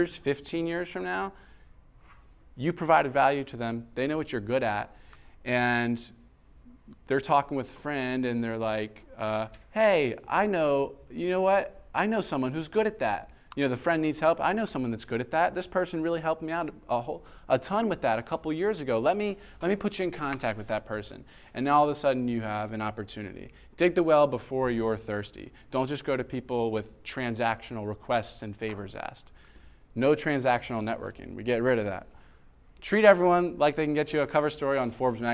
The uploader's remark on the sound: This was a lecture given at Florida Gulf Coast University